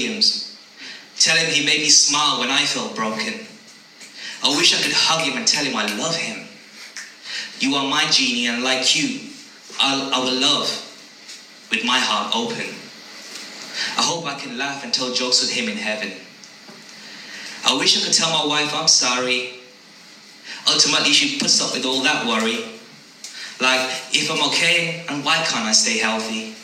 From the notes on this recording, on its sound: Live At Potery Jam At Waylands Yard Brimingham. The audio is from his live performance from there.